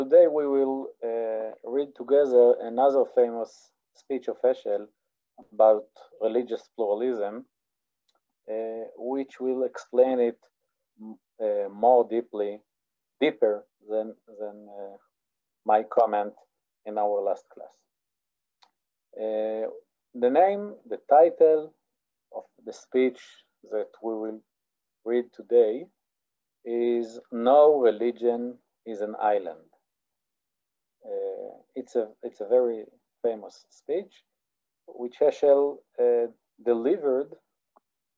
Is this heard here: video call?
yes